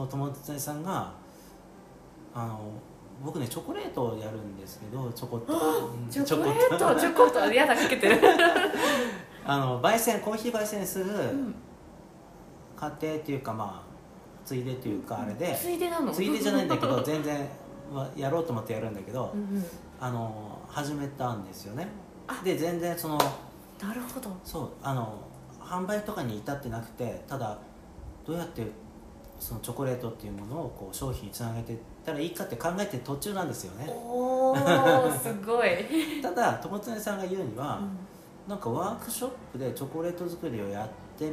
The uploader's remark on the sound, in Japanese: 納品に伺った際にトークさせていただきました。録音音量が少し小さくなってしまいましたご了承くださいませ。